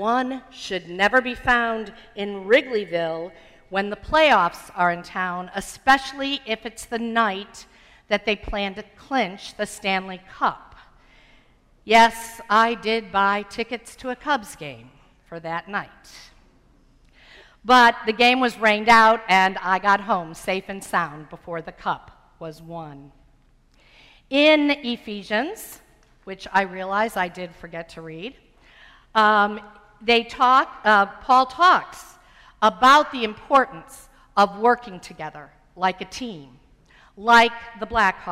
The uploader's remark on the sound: Sermon preached on Sunday, August 2, 2015. At First Presbyterian Church of Arlington Heights, Illinois.